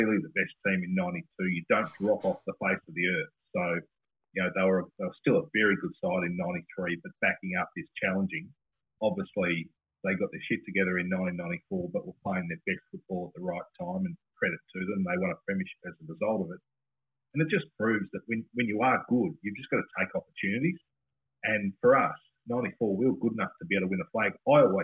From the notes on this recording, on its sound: Intending to broadcast live, we were sadly beset by technical issues